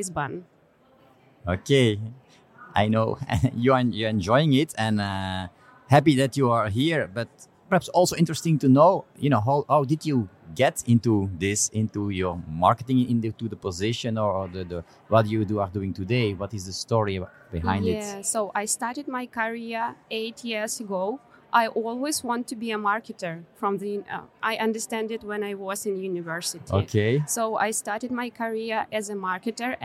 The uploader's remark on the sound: This episode was recorded at Web Summit in Lisbon on November 4, 2021.